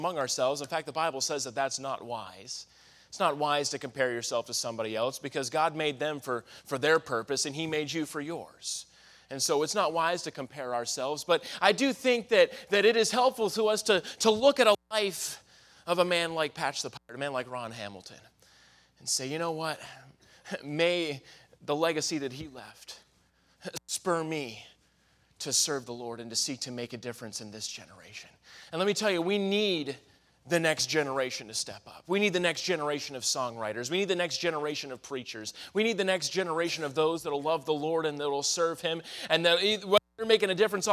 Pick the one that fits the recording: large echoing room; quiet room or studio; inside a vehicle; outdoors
large echoing room